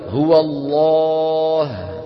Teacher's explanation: تغلظ العرب اللام بإجماع كل القبائل العربية متفقة في لفظ الجلالة الله إن سبق بفتحة أو ضمة. · Term: اللام المغلظة